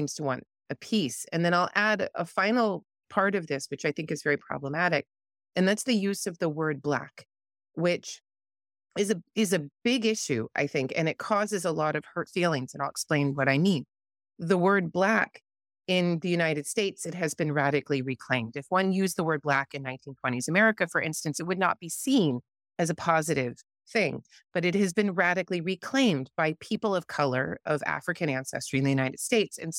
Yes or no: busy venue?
no